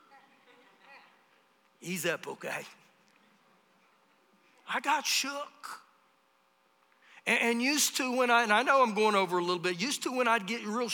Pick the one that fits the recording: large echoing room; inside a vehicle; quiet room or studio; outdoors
large echoing room